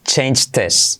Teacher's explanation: Pero vamos a saltar la H de his.